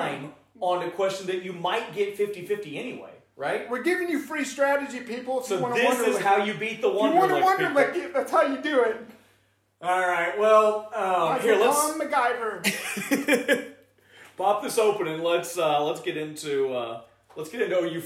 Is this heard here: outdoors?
no